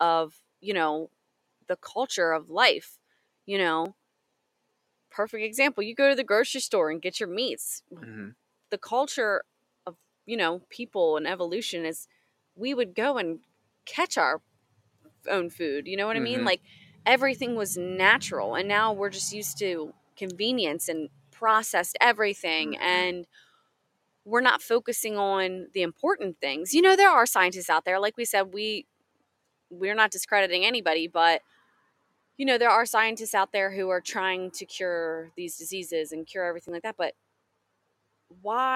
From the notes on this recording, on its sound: We recorded this episode poolside in our backyard under the stars, so you can also enjoy the sounds of nature and our relaxed vibe.